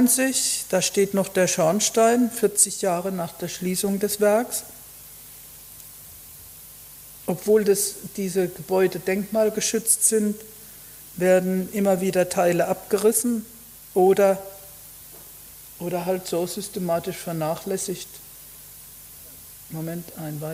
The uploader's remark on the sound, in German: Vortrag in der Abendakademie Mannheim